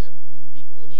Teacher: أنبئوني بكسر الباء وضم الهمز